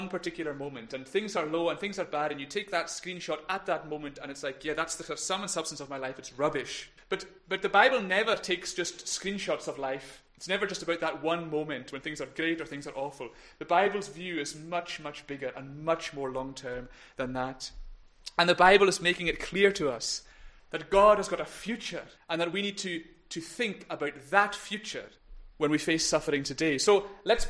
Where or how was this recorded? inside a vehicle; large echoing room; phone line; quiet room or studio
large echoing room